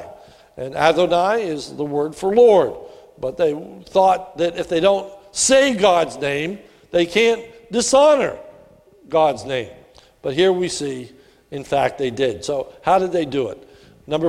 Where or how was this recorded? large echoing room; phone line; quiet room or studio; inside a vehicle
large echoing room